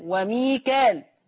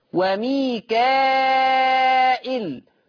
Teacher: وميكال حفص يقرأ بالألف بين الكاف واللام وميكال، خلاص. ورش بقى يقرأ بالهمز بهمزة مكسورة بعد الألف · Shown in: second take · فيصير وميكائل، فتصير مد متصل يشبع قولا واحدا.